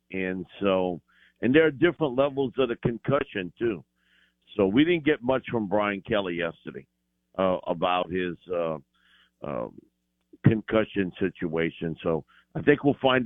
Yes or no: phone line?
yes